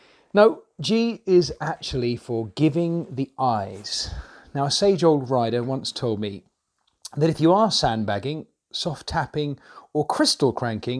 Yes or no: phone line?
no